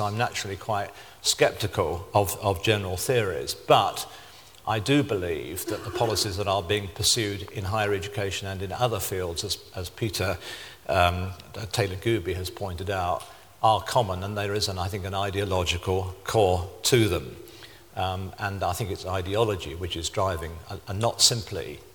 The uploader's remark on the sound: Delivers Vice Presidential Address to SRHE Annual Research Conference 2012.